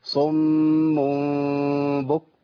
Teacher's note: مع الاقلاب التنوين مع الباء لا بيبقى الامر ايه في فرجه بسيطه قوي تلامس الشفتين